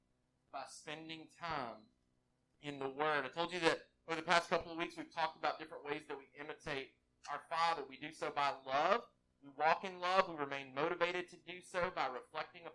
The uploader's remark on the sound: WE APOLOGIZE FOR THIS PODCAST'S POOR AUDIO. WE ARE ACTIVELY WORKING TO CORRECT THE ISSUE.